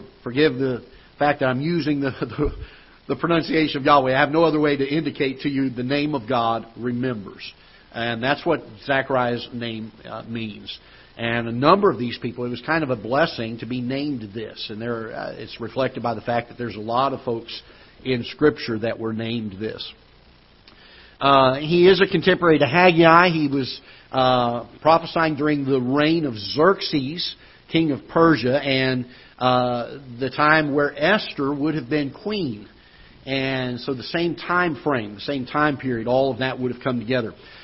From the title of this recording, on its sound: Ketha Heights Baptist Church ~ Live Broadcast